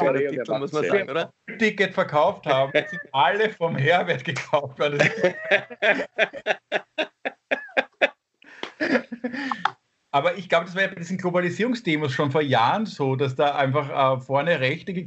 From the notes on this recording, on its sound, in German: Aufzeichnung einer ZOOM Session vom Montag, 8.